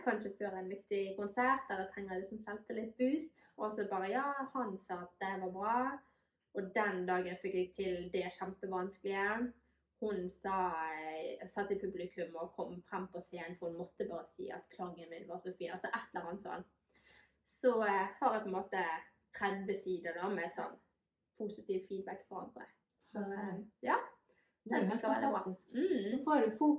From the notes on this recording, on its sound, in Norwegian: Denne episoden ble spilt inn for en del måneder siden, med både hund og baby i samme rom. Den er perfekt uperfekt med både lyd, bilde og editering.